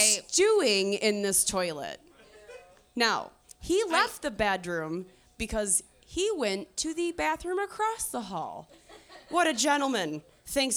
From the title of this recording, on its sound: Live from Trixie's Bar